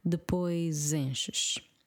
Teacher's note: the S at the end of depois is going to sound like a Z if you say the following word fast enough